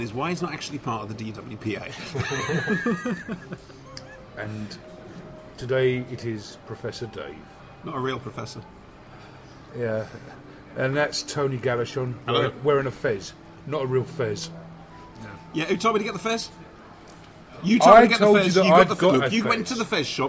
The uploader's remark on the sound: This episode was recorded at a signing event. At Waterstone’s, Lakeside , Thurrock. In attendance were various podcasters.